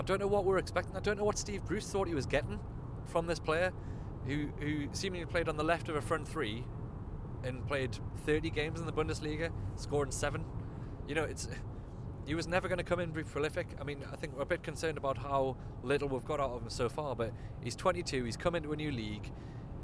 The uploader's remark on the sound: In the car straight from the ground.